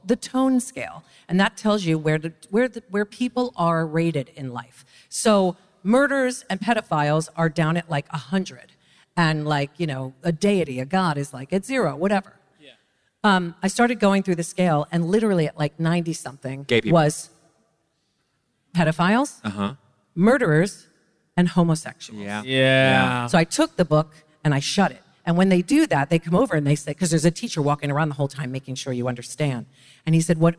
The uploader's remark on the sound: Recorded LIVE at Union Chapel in London, a true place of G*d.